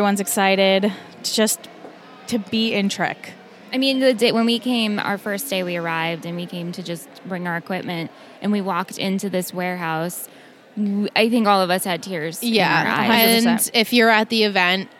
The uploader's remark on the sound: Recorded LIVE from TRIC.